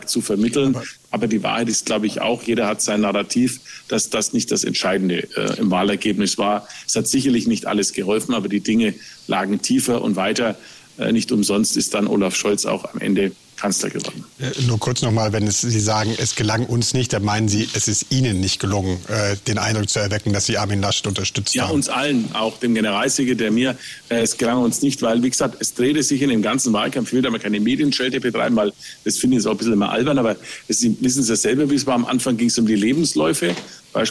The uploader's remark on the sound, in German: Podcast zur Veranstaltung "Augsburger Allgemeine Live"